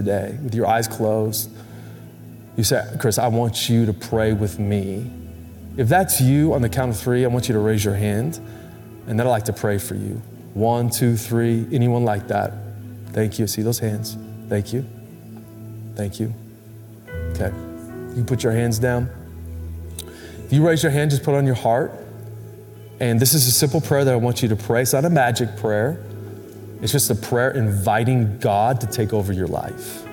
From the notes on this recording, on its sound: Recorded Live at Capital Church in Meridian, Idaho